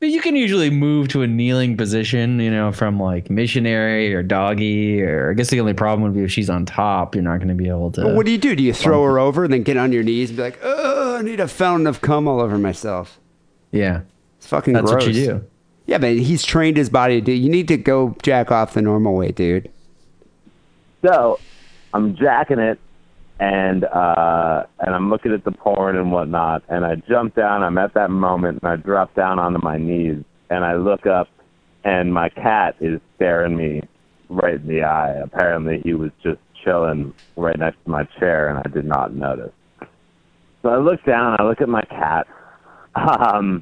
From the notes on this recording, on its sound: Phone calls and listener email.